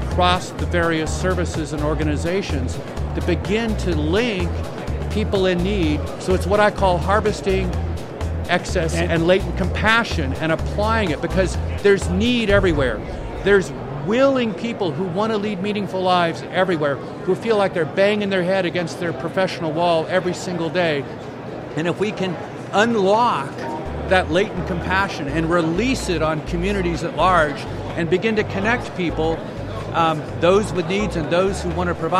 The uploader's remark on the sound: LIVE from #HiMSS16. In the LIVE from HiMSS16 series we were privileged to chat.